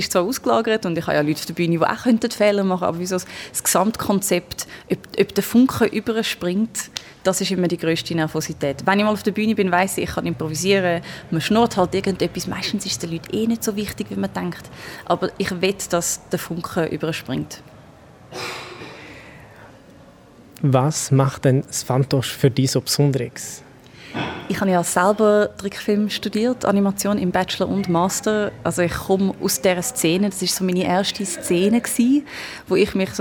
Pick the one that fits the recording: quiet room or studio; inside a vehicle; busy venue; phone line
busy venue